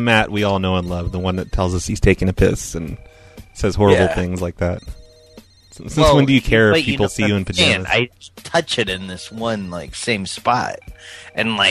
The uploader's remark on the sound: Prank Phone Calls